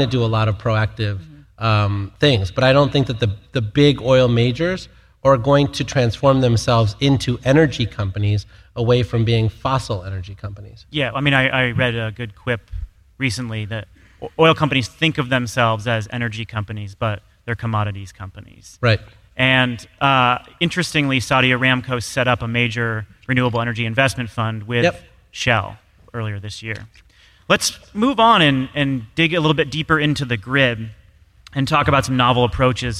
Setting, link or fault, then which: setting, busy venue